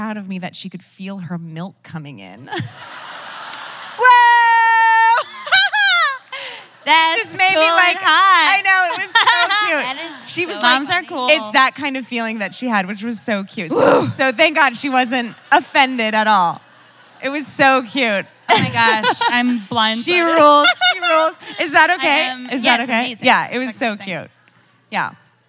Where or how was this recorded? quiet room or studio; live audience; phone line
live audience